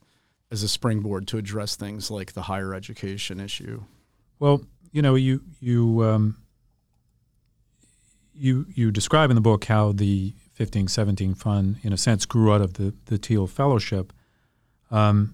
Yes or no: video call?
no